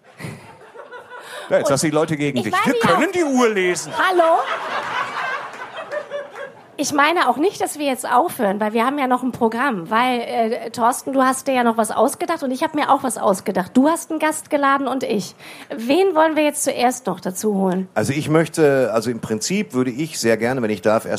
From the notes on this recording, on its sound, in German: Live vom ZFR. Beim diesjährigen Zeltfestival Ruhr am Kemnader See.